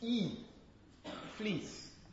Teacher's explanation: a high, or some people call it, as I said, closed, front vowel, which is E, fleece. · Term: fleece vowel